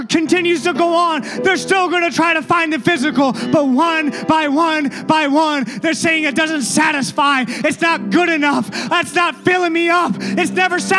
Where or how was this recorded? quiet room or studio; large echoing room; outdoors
large echoing room